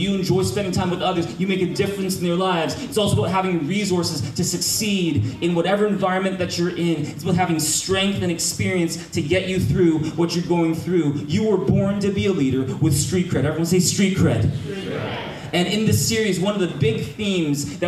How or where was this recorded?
large echoing room